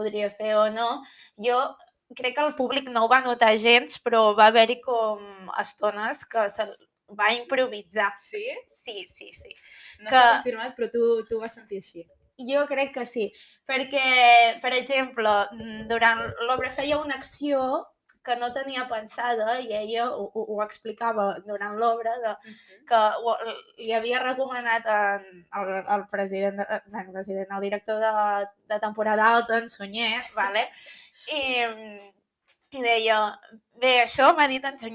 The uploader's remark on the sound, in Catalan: És el primer episodi i això vol dir que segurament hi sentireu problemes de so, de guió, etc.